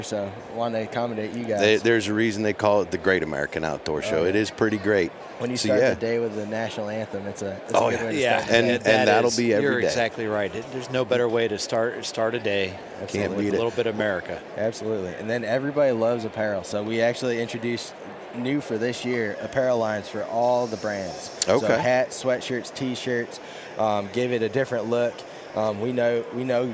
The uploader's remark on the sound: Once again, we are live from the Great American Outdoor Show in Harrisburg, Pa. It’s day 1 of the 2019 show.